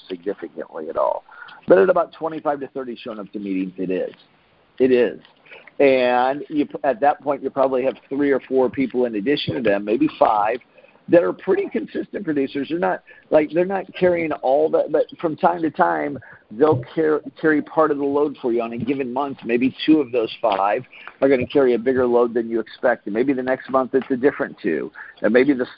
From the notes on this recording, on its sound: Team Freedom conference call on 7/5/19.